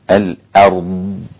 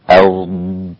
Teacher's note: كلمة الأرض لابد أن أنتبه إلى شيء، أولا إلى نطق الكلمة سليما، ففيها ثلاثة أمور لابد أن أراعيها: ترقيق الهمزة مع تفخيم الراء مع استطالة الضاد، الآ وليس الآ، والأر وليس الأر، والضاد لابد أن تكون فيها استطالة، الأرض، هذه استطالة الضاد، أرض.